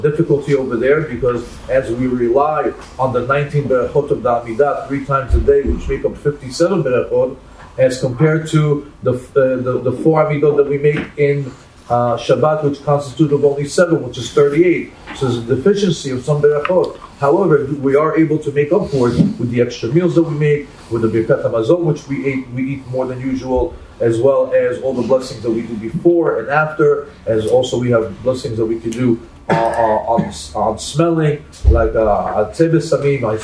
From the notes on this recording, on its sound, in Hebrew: הוקלט בבית הכנסת שערי עזרא, מיאמי ביץ', פלורידה, במהלך מסע חיזוק ליהדות ארצות הברית.